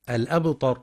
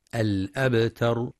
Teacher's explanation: بعضهم يفخم التاء فيقترب لفظا من الطاء